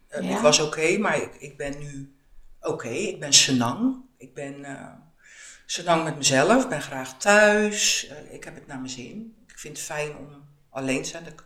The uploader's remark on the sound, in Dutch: Het geluid van deze opname is helaas niet optimaal